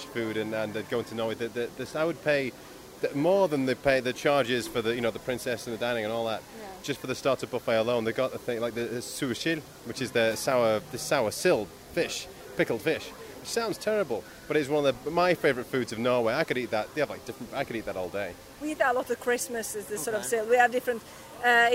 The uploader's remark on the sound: Recorded live from the pavilion itself